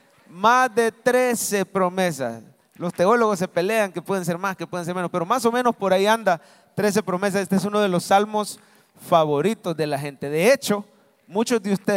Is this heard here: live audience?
yes